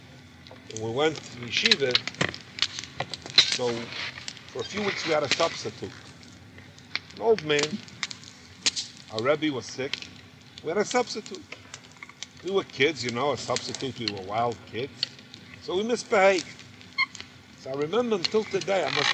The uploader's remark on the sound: Campfire Q&A.